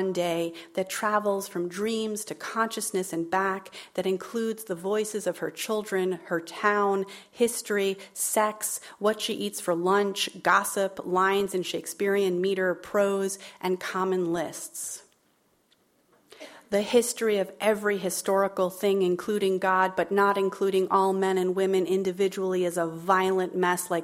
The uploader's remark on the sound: as part of the Seattle Arts & Lectures Poetry Series on November 14, 2016 at McCaw Hall